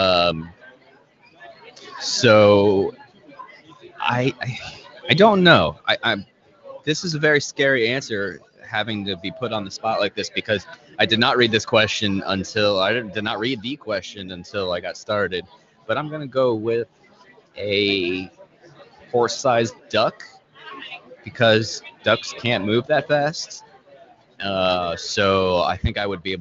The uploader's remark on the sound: Live at PM18 at Pit Lane Parley